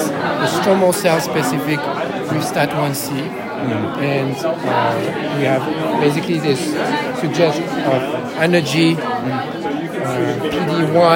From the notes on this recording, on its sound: recorded during the IDS Paris 2023 Day 1 Poster session